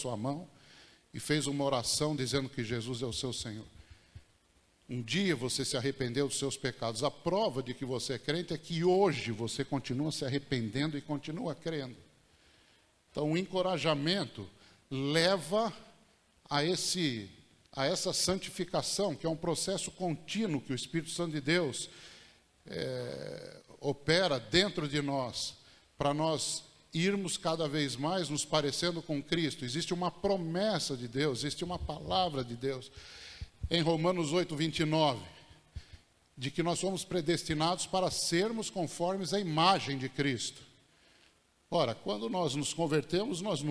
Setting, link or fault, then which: setting, large echoing room